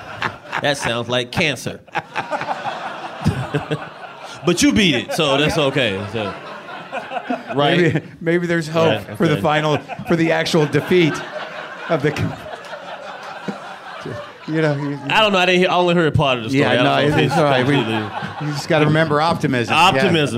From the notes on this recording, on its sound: Ring in the New Year with a Live WTF.